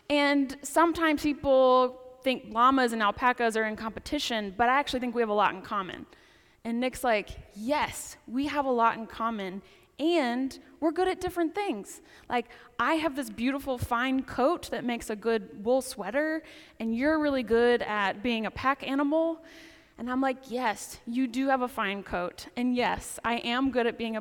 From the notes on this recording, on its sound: Preaches at the 10 am service on the Twelfth Sunday after Pentecost at St. Paul's Episcopal Church in Winston-Salem, NC.